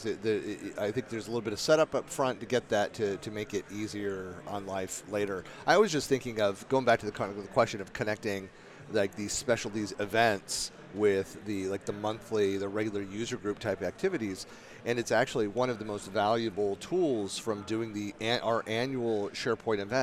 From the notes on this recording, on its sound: This recording was following an "unconference" breakout at Microsoft Ignite on the topic of community building. Recorded in November 2019 from Microsoft Ignite (#MSIgnite) Podcast Center.